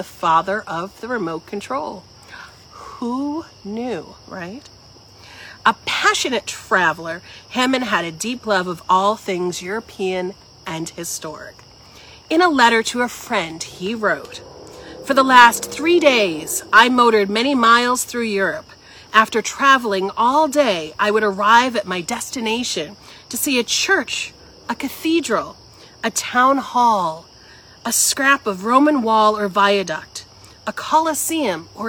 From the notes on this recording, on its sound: Recorded outside in the evening amongst the backdrop of crickets and night birds.